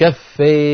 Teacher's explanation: هل هذا صوت يا؟ أبدا، هذا صوت ألف ممالة